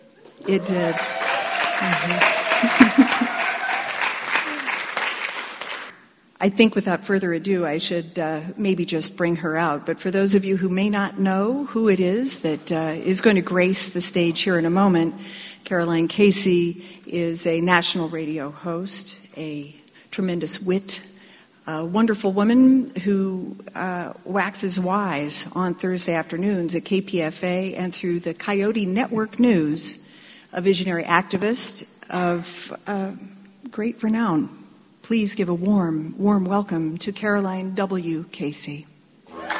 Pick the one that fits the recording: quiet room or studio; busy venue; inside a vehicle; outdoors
busy venue